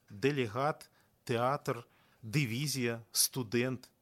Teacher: У большасці слоў іншамоўнага паходжання застаюцца цвёрдымі зычныя «д» і «т».